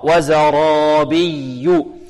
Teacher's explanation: الراء مفخمة لأنها مفتوحة وبعدها الألف تتبع الراء، وزرابي. الياء المشددة ما حكمها؟